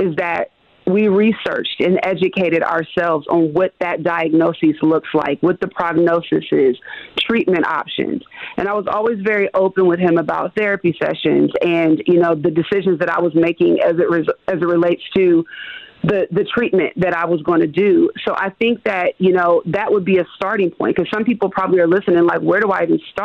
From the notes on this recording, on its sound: call in to MKE in the Morning